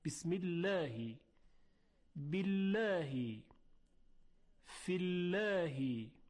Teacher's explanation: این کسره باعث میشه که لام الله ترقیق بشه